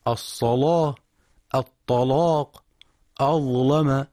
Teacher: وقرأ بتغليظ هذه اللامات من القراء ورش عن نافع فيقرأها الصلاة، الطلاق، أظلم.